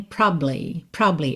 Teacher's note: Como o A praticamente não aparece, os dois bs se juntam